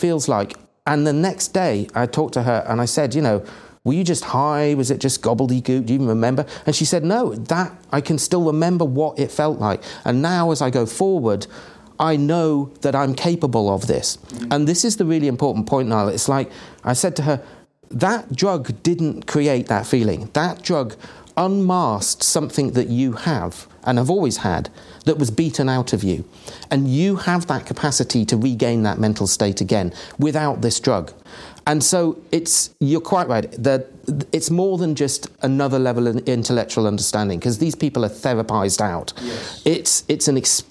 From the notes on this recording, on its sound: At Luna Palace in Leederville. Sit down for a live podcast - and a bit of socializing with the Perth psychedelic community afterward.